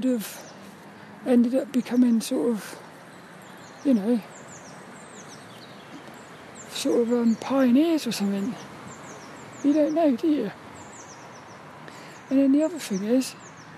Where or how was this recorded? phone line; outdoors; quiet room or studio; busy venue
outdoors